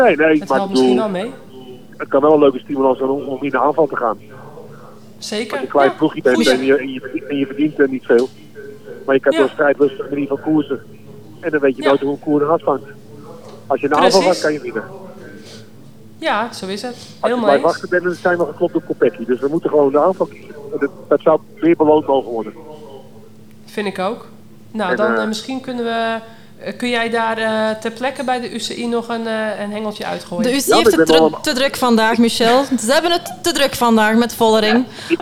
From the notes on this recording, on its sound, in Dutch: Live vanuit een vol Café Coureur in Borgloon!